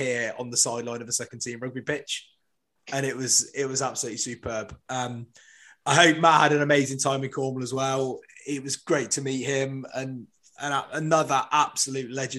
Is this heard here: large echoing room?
no